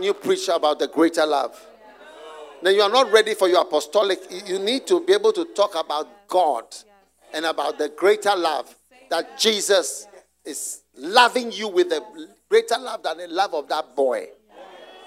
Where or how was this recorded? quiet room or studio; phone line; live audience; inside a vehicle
live audience